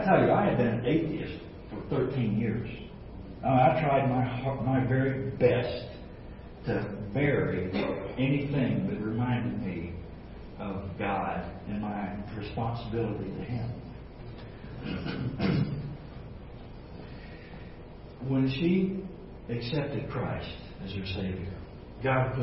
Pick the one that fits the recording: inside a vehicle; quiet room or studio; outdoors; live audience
live audience